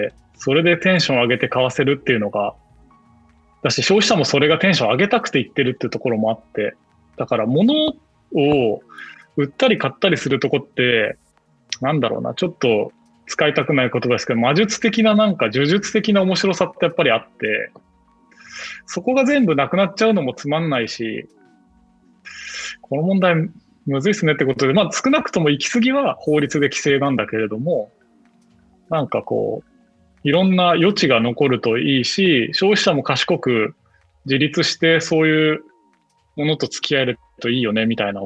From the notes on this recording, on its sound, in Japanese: 収録はzoomを活用して遠隔で行いました。音声が聞きづらい部分がある点、ご了承ください。